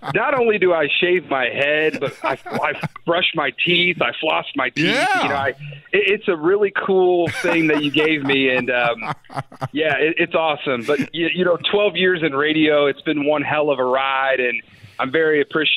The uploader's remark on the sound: Calls in to the Gun Guy Show.